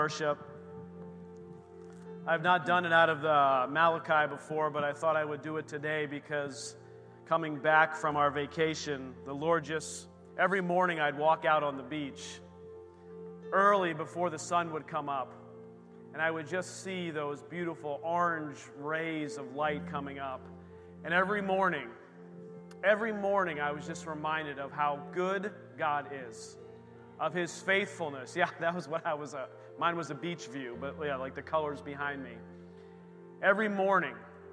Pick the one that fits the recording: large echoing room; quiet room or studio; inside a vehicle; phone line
large echoing room